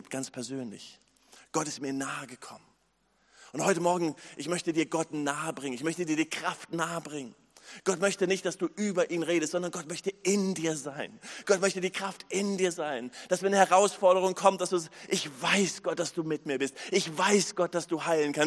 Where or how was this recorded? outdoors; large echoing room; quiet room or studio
large echoing room